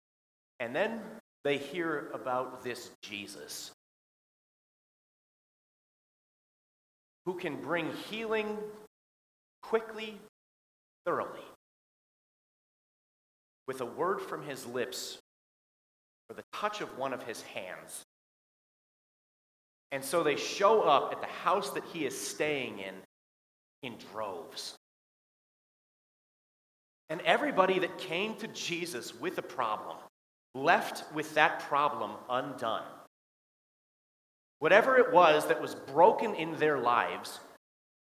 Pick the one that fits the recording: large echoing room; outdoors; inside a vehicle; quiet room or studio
large echoing room